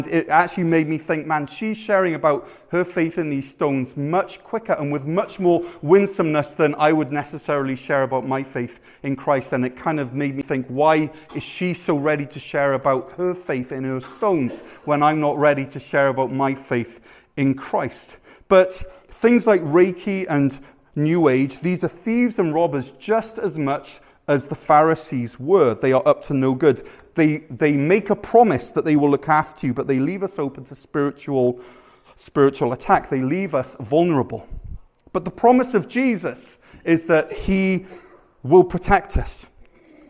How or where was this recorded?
large echoing room